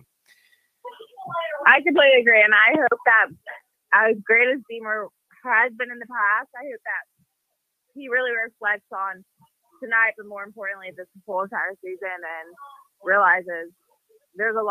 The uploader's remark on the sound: Postgame Call-In Show